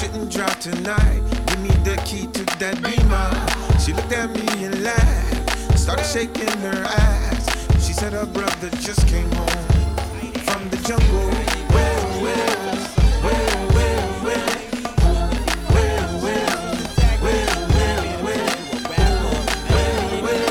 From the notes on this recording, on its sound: Decided to live record one of my DJ sets for Bar Night and upload it without editing it.